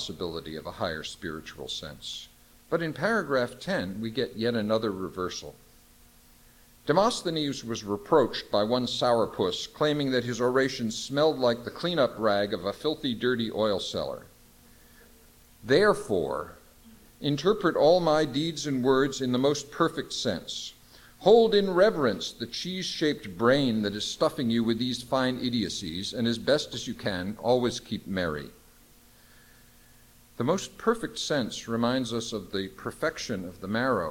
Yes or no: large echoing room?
yes